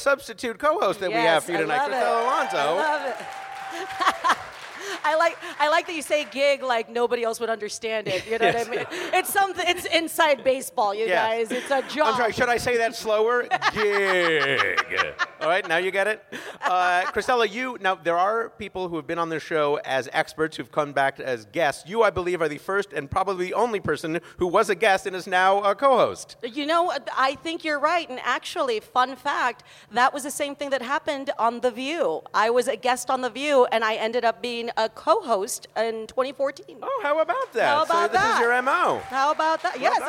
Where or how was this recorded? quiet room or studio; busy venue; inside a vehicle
busy venue